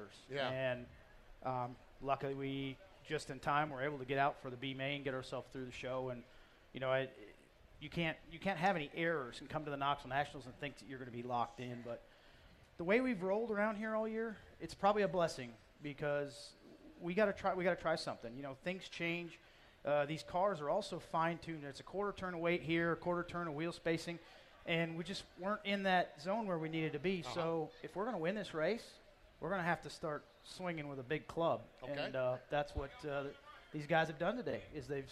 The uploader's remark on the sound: Winged Nation Live from the 59th Annual Knoxville Nationals. It is Night 4 of the Knoxville Nationals and Winged Nation is LIVE!